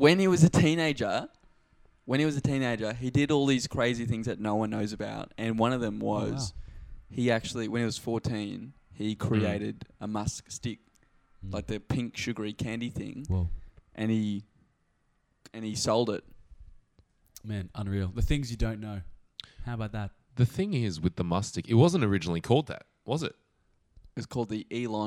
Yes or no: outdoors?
no